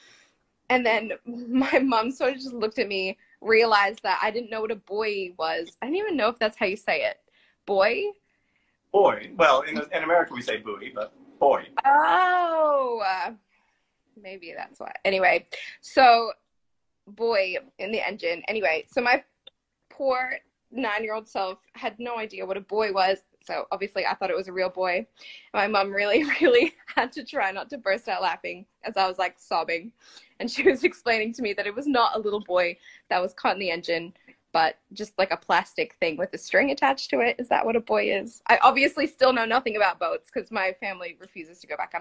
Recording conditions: video call